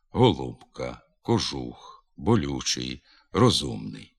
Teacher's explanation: Виразніший цей нахил перед складом з У і менш виразний перед складом з І. З помітним наближенням до У вимовляється ненаголошений О перед складом з наголошеним У в основі слова.